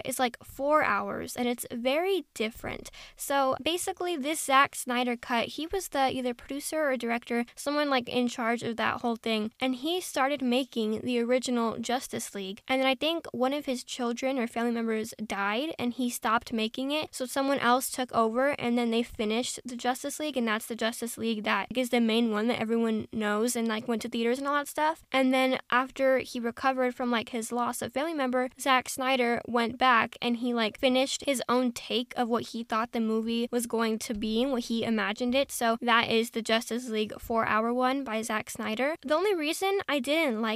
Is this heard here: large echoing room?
no